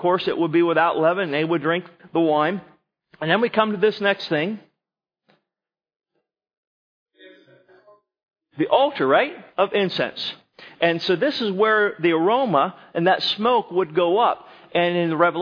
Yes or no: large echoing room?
yes